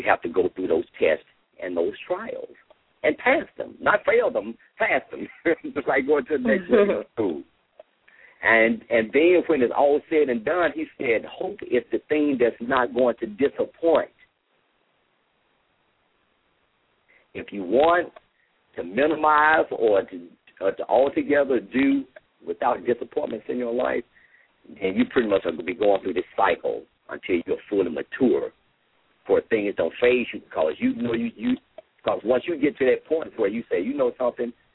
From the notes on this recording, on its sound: LML uses a progressive live call in format.